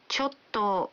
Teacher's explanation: stretching out the ending and weakening the pitch to say ちょっと creates the nuance that you're reluctant to say what you have to say